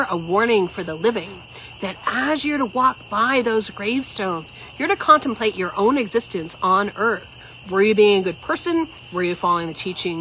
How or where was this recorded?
outdoors